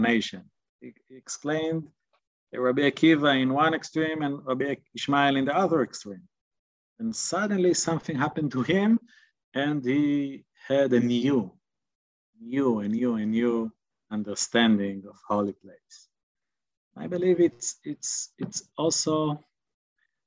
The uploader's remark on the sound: This audio was originally captured from Zoom. As part of Drisha's Fall Zman.